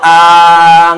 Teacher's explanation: Alif dari hawa, a, nggak ada sekat.